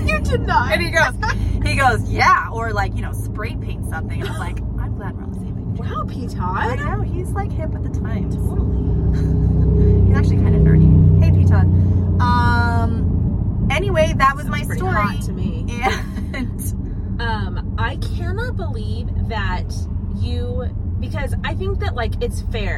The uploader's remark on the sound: We recorded this in the car so please excuse the live action background noises